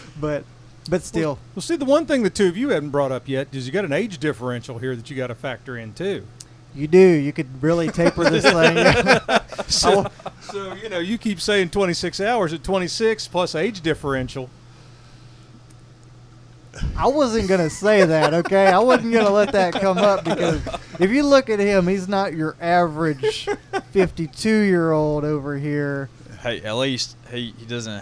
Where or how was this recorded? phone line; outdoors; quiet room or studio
outdoors